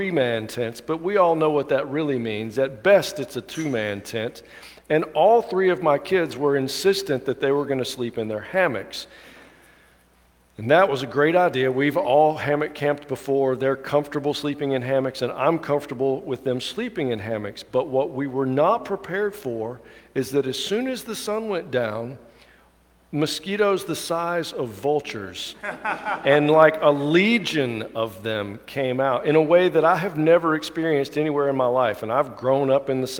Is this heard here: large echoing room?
yes